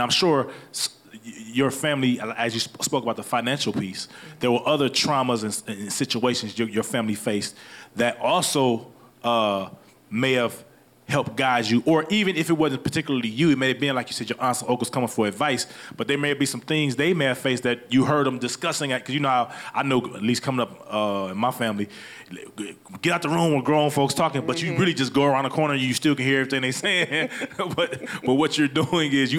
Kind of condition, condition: setting, live audience